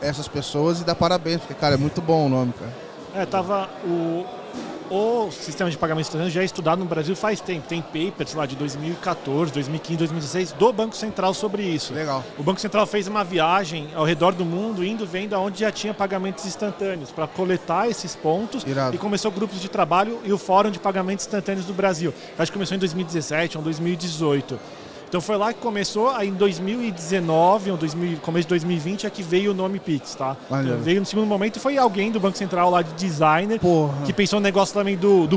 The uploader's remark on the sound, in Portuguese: Papo gravado ao vivo lá no Fintouch 2022.